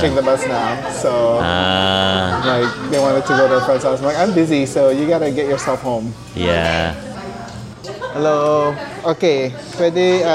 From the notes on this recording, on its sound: We recorded on location inside a restaurant! It was a bit noisy, but it was a good learning experience.